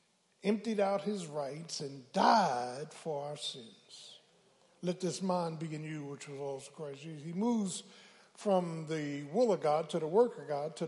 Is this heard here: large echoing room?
yes